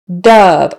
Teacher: Dove, short U, kind of a schwa